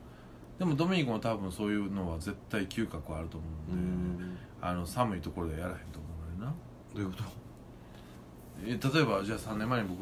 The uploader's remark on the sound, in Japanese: 神戸、SPACE DOG!RECORD(お店)より、。